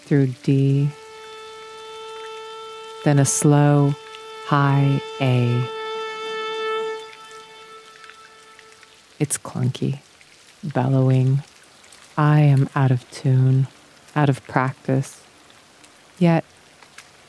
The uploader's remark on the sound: Outdoor audio recorded at Rocky Mountain National Park, Colorado